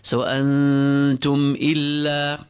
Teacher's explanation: The meem with sukun here is followed by a hamza. No hunna is required. The rule is izhar shafawi.